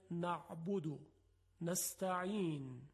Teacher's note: وقتی ما میخوایم عین رو تلفظ بکنیم، باید یک فشار مختصری در وسط حلق ایجاد بکنیم، یعنی ماهیچه هایی که در وسط حلق هستن یک مقداری فشرده میشن